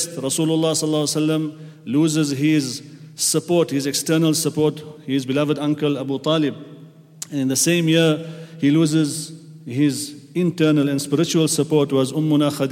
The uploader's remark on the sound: at the Houghton Masjid (West Street)